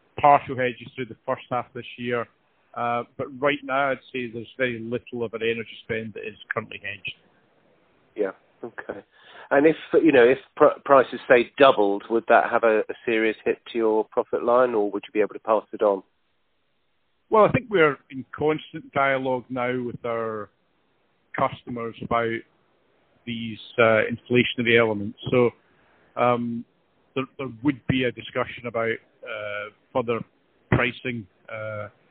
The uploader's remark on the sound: he was at a trade show in Germany, so the mobile phone signal wasn’t ideal